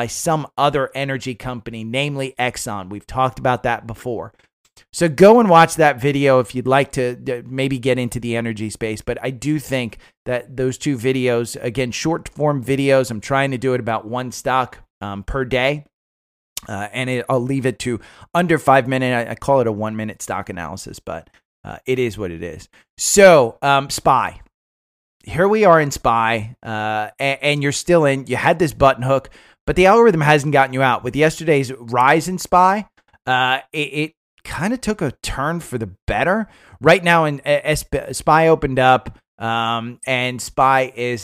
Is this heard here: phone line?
no